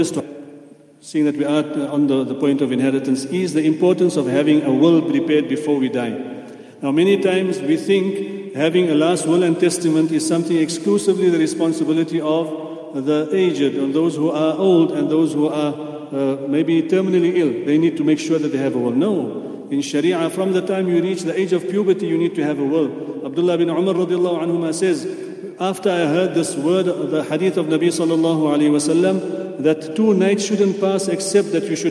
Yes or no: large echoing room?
yes